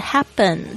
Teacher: 这个 P 呢夹在这两个元音之间呢，它也会有浊化的现象，它会变成 b 的这个声音